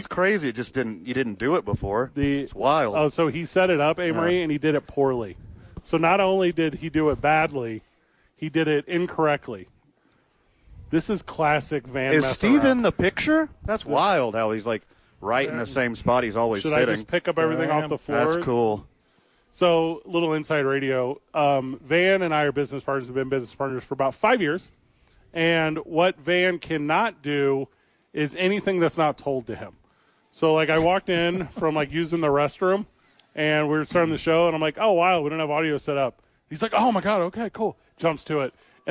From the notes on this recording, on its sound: Live at The Duke Store.